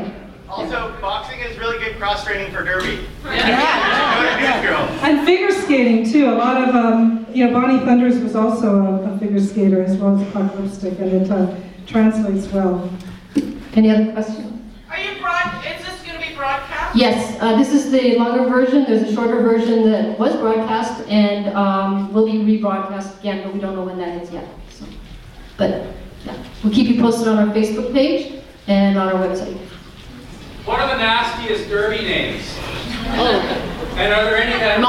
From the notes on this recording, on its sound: Derby Crazy Love Toronto Premiere Q&A. Short Q & A after the film.